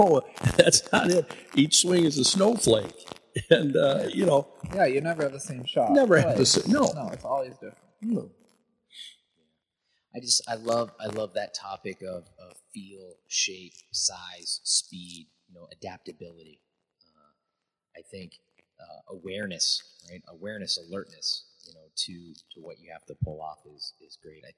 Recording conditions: distortion